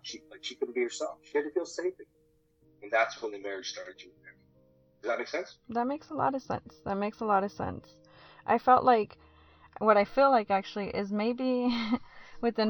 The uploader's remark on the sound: Just wanna preface by apologizing for any of the audio issues with this episode...